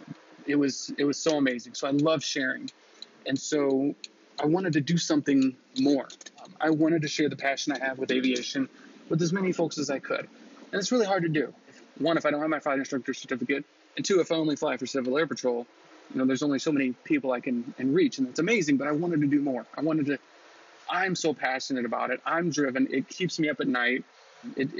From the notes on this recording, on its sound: Even with audio quality that isn't the best.